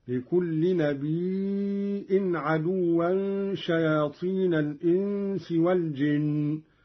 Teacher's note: قرأ قالون بهمز الياء من النبأ وهو الخبر: لكل نبي عدوا شياطين الإنس والجن، ويصير عنده مدا متصلا.